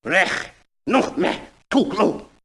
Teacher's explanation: So it's kind of chunky. And a lot of velar and uvular fricatives, meaning the stuff in the back of the throat that's noisy